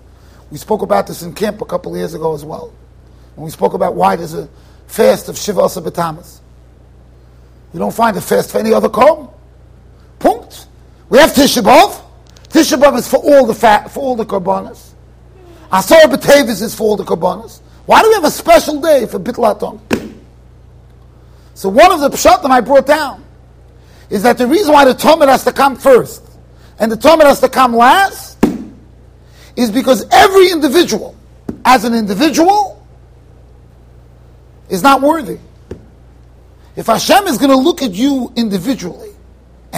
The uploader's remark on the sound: Shiur recorded in Yeshivas Ohr Reuven, Monsey NY.